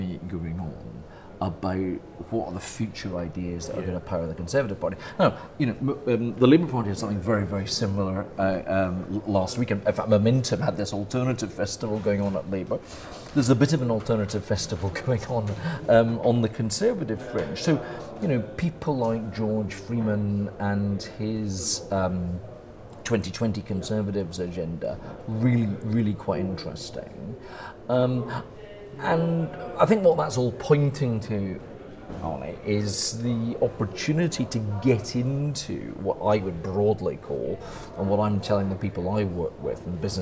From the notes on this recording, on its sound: Brings you this podcast from the floor of the Conservative Conference 2018. Our podcast from Conservative Conference '18.